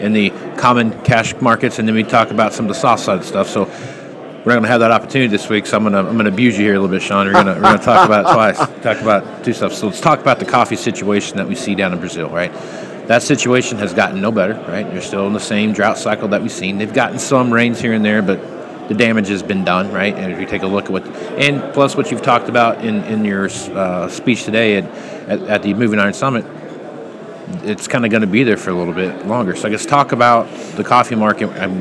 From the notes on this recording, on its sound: live at the Moving Iron Summit